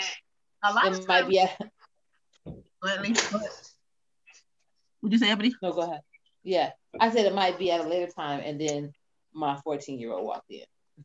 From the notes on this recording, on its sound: This podcast was done via zoo zoom.